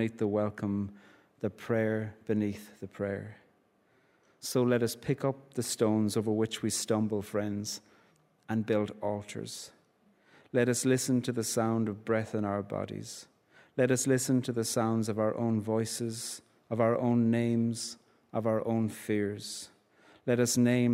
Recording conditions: large echoing room